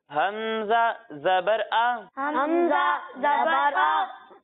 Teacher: जब हम हमजा की अदायगी करेंगे तो इसे हलक के निचले हिस्से से पढ़ेंगे